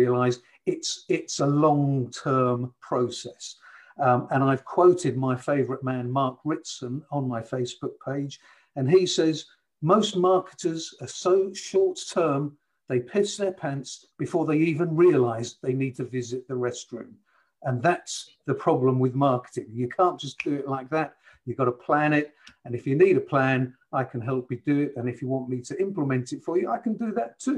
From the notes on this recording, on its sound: Online networking event over Zoom. Listen to the different business owners on the call.